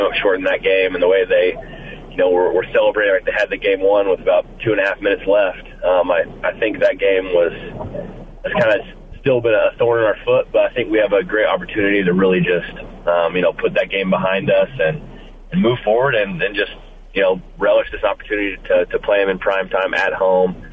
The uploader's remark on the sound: called